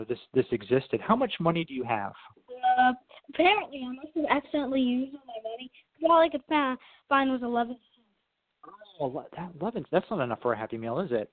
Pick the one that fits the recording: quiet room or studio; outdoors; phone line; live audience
phone line